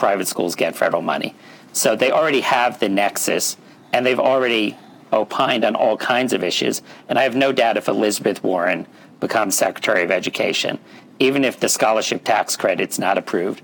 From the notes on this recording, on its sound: The audio here comes from that event.